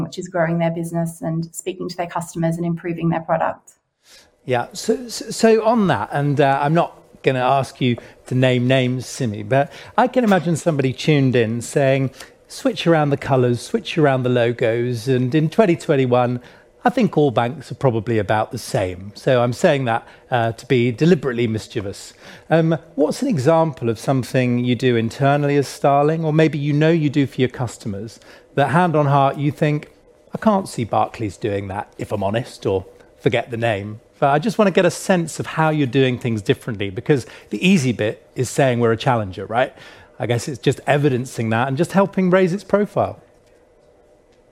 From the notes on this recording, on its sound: joined us on the first day of Elite Business on 11 March as the keynote speaker